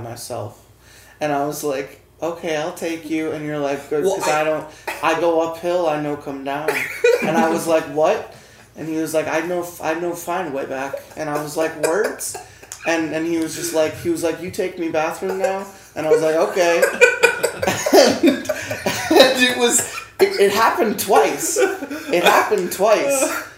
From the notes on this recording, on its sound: Live with a Hispanic Neighboring Room Audience, from Orlando, Florida. Featuring wonderful ambient music.